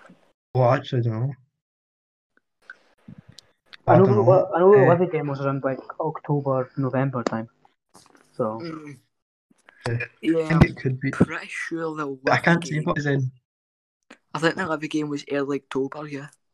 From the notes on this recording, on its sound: the audio in this episode was quite weird for some reason